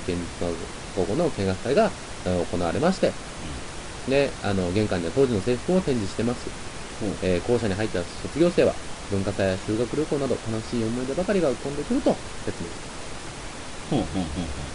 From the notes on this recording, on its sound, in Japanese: 久しぶりの録音環境と編集。ちなみに音質とサー音が入っているのは、録音環境が悪いからです。